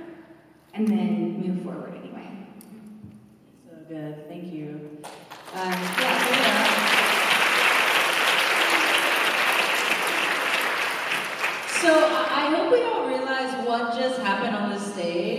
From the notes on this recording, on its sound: This special BONUS episode of Dais took place on the RISE conference stage in Austin.